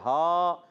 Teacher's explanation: ہا کی ادائیگی حلق کے نیچے والے حصے سے